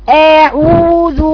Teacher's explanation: عملت تقليل، احسنتي، لانها نزلت ومادة الهمزة، ماد ان هي نزلت، هي نزلت اللي هي الفك السفلي لأسفل، ولذلك يعني وهي بتقرأ وهي بتقرأ الهمزة نزلت فكها السفلي مع ان الهمزة مفتوحة